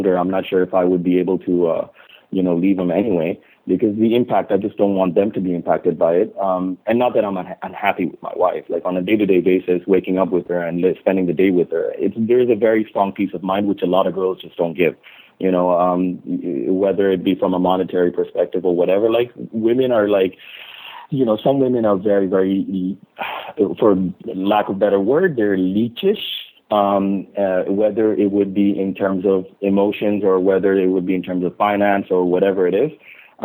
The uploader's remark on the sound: Call In Show